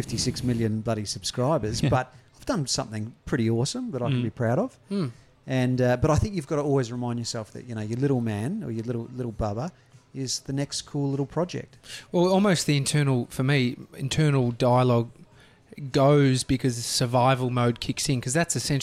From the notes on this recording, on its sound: Live from a cafe!